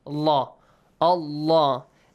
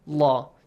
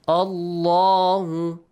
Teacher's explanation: The lam in the word Allah will be pronounced with a heavy sound.